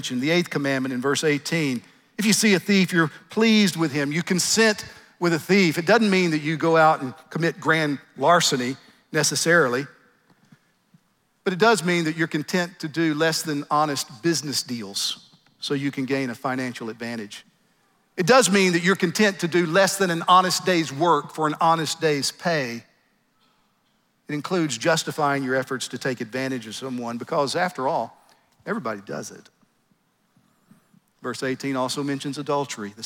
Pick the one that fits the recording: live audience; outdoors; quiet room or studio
live audience